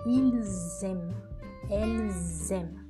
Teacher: Percebe que no plural aparece um som de Z entre o pronome e o verbo?